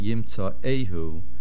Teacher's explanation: Yimtzo'ehu, the main accent is on the aleph, Yimtzo'ehu, there's a pashto at the end, on top of the vav, that shows the set position of a pashto.